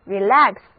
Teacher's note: 字母 A 的读音是梅花 A，整个单词的重音在第二个音节